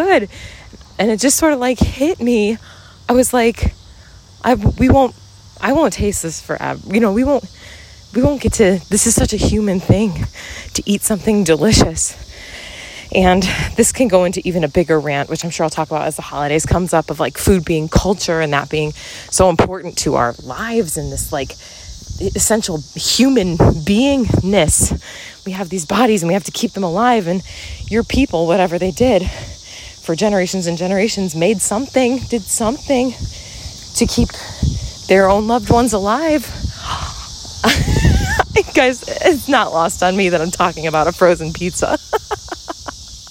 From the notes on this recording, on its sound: Walk & Talk. On a walk through the neighborhood!